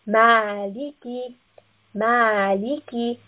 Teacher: Meem has a fatha, and following that, we have an alif. So we will pull this for two counts. · Term: two count med